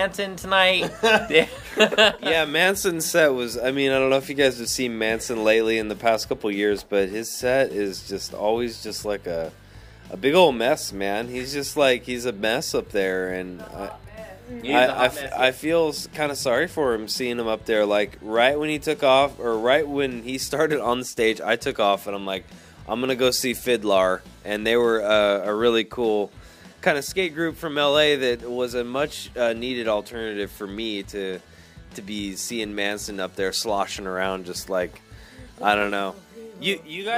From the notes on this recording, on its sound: Aftershock Festival Day 2 coverage of Saturday October 12th, 2019.